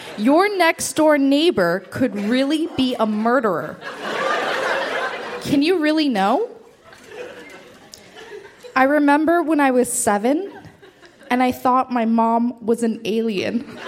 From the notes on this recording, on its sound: Recorded live at The Royal Cinema in Toronto.